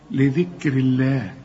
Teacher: ولفظ الجلالة هنا مرقق لأنه قبله مكسور